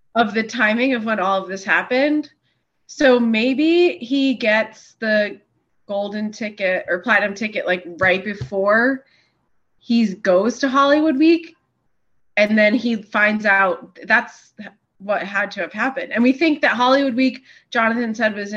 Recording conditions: video call